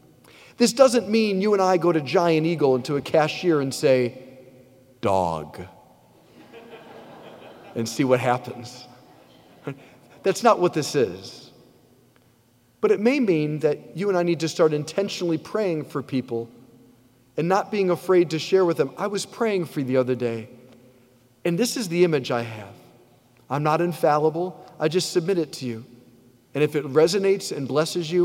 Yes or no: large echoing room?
yes